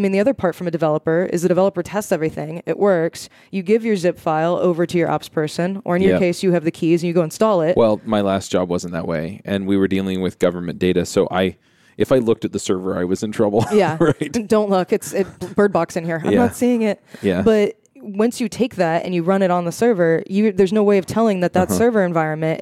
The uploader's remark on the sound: live from the podcast booth at Microsoft BUILD